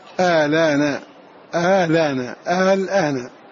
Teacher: قرأ هذا اللفظ بنقل حركة الهمزة الثانية إلى اللام وحذف الهمز